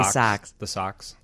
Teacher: there's the fronted O, and that is what makes our south side team the Sox